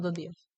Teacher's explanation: tuvo algunos momentos en que aspiró la S con J